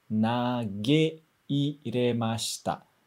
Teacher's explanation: Então, o ei, a gente não prolonga o som do e, a gente separa, tá?